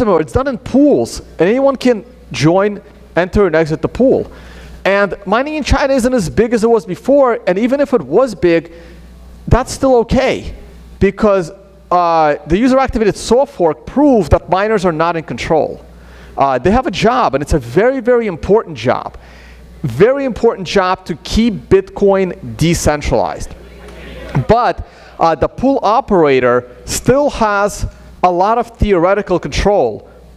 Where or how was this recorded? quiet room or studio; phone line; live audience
live audience